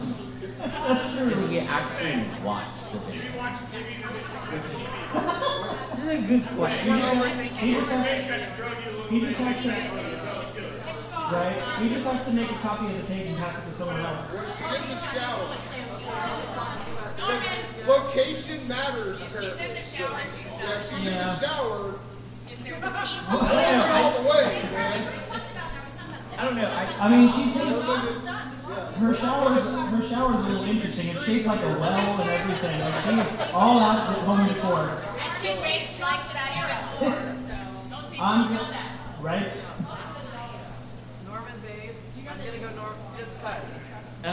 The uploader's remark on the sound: We had some technical difficulties during this episode...so the audio is a little rough!